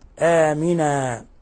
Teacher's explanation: وهذه التنوين الفتح حالة الوقف عليها تنقلب ألفا، تمد مقدار حركتين · Term: مد العوض